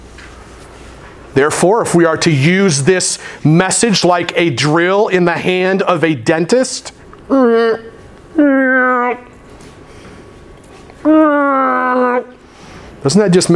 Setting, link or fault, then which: setting, large echoing room